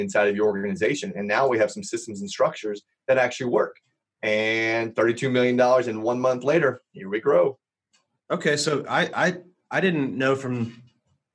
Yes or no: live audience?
no